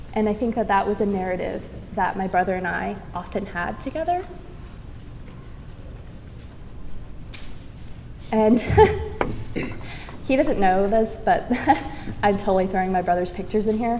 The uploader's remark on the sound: Geek Therapy at SDCC 2013